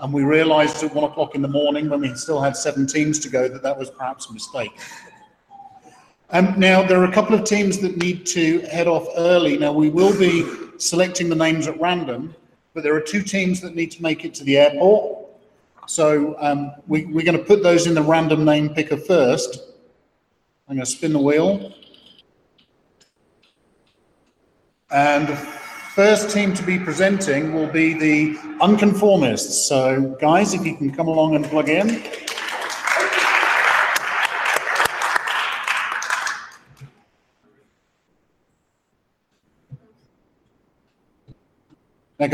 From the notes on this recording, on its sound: This week's episode is an audio only version of the presentations at the 2018 Subsurface Hackathon in Salt Lake City.